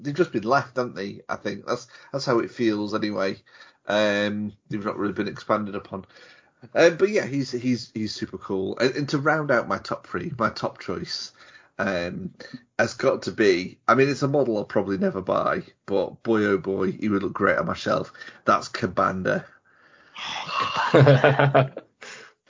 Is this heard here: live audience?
no